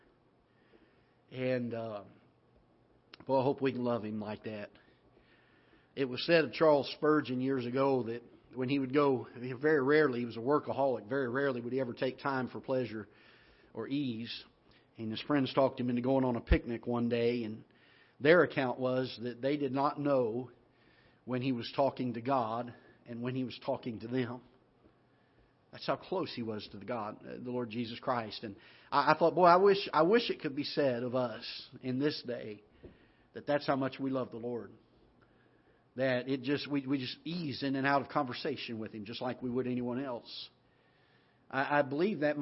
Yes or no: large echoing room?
yes